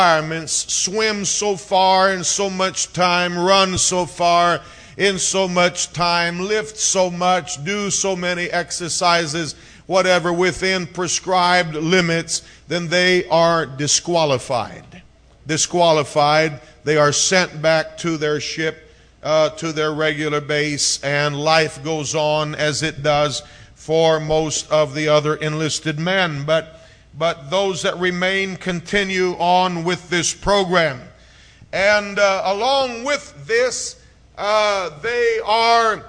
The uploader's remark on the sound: preached at FPC of Sulphur, LA